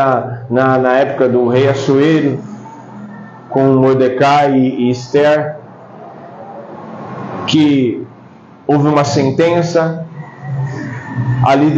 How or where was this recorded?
large echoing room